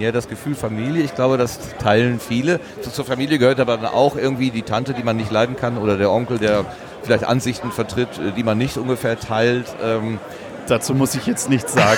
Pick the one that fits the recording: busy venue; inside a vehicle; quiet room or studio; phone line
busy venue